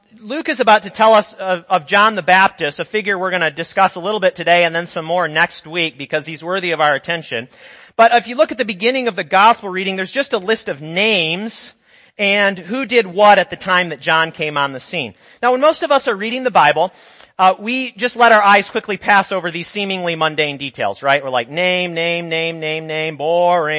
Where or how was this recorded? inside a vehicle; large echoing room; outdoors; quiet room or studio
large echoing room